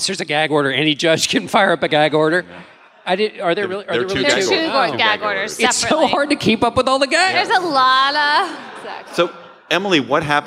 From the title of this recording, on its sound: Live from Madison!